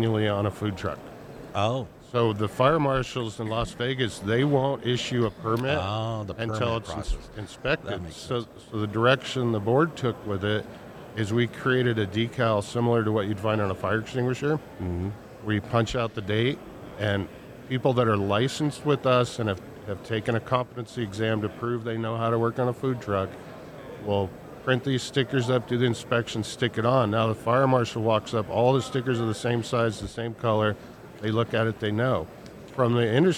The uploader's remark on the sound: Recorded during the Western Propane Trade show and Convention